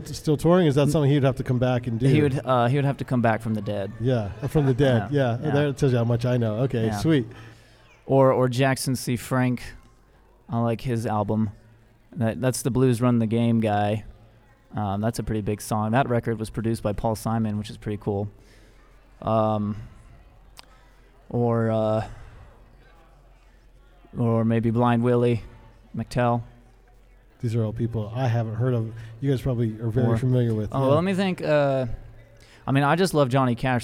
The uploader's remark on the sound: LIVE from the Monarch Building in the heart of Ogden Utah's Nine Rails Creative District